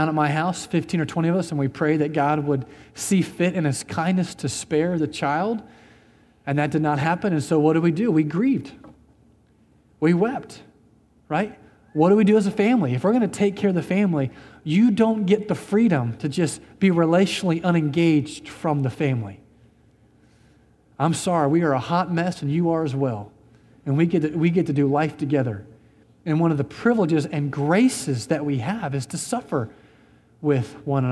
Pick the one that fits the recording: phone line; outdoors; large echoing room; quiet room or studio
large echoing room